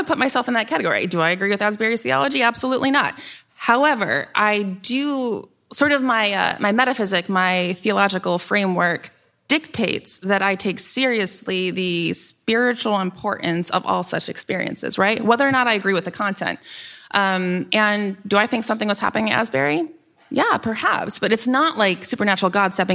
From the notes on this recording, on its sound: in Seattle Live to kick off the YHP mini-con